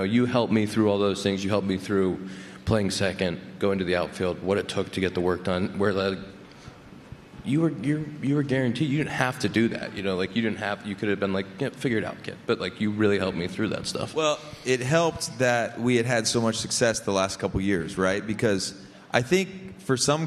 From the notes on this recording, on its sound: The Compound LIVE from CubsCon! The second annual Compound Live from Chicago with many special guests.